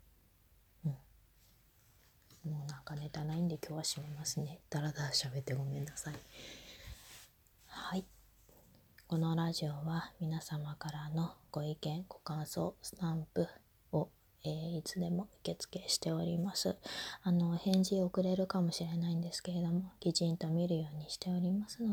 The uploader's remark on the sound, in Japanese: From Radiotalk。雑音が多いです。